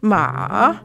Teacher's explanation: the third tone in Mandarin, ma, is sort of like a J-type pattern